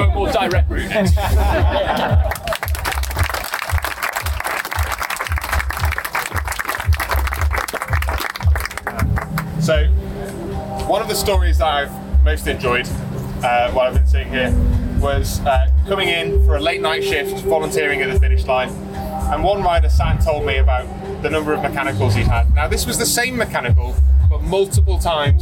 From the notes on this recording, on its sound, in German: Wir lassen die Folge mit einem Mitschnitt der Finisher Party ausklingen und hören den Race Director bei seiner Ansprache.